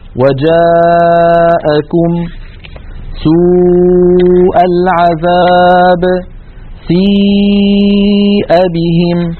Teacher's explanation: يمد المتصل في رواية حفص عن عاصم بمقدار أربع أو خمس حركات، أو نقول بمقدار ألفين أو ألفين ونصف. · Term: المد المتصل